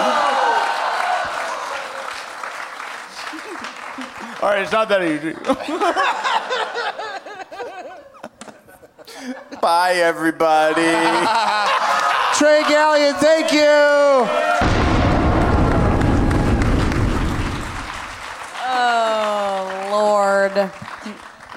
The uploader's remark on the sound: Live from the Gramercy Theatre in New York City.